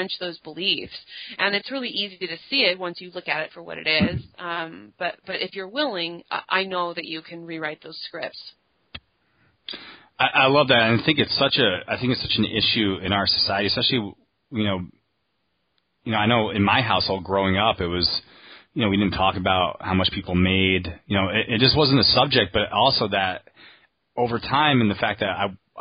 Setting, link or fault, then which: link, phone line